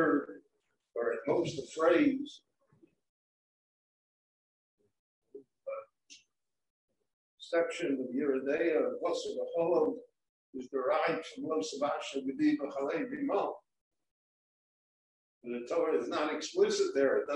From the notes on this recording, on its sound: This short Dvar torah was recorded LIVE in Jerusalem at Beit Knesset HaNassi on May 10, 2021.